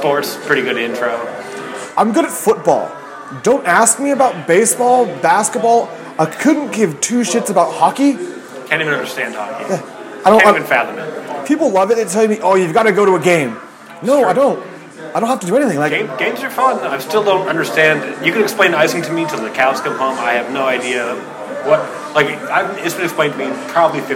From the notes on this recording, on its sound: record live in Claimstake Brewery